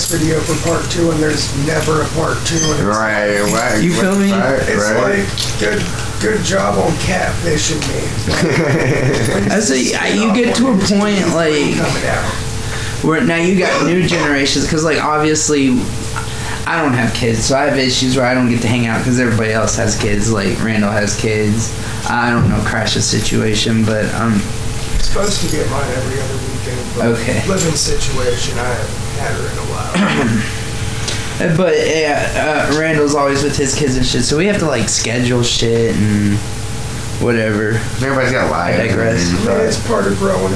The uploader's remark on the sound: This cast was very low quality compared to the recently recorded follow up.